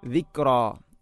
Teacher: ഫൽമുൽഖിയാതി ദിക്റാ, ദിക്റാ, ഇവിടെ കാഫിന് ഖൽഖല ചെയ്യരുത്, ദിക്റാ എന്നാണ് പറയേണ്ടത്